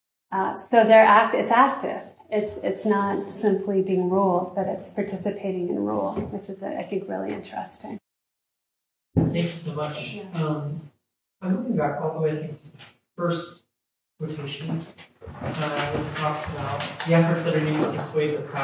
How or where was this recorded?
large echoing room